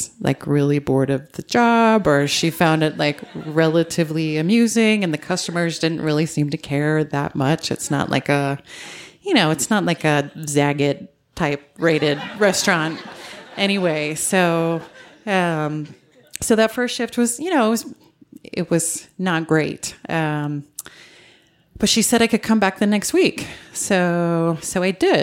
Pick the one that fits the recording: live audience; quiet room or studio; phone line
live audience